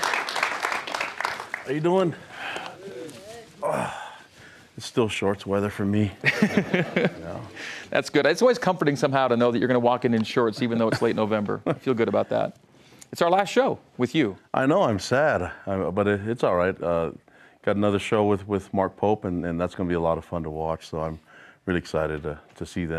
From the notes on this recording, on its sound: A live audience in Studio C.